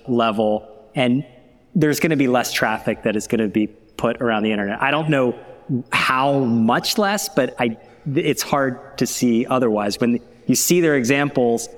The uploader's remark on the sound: Last week, I was in Chicago to attend the Omeda OX6 conference, where I recorded a live version of The Rebooting Show podcast.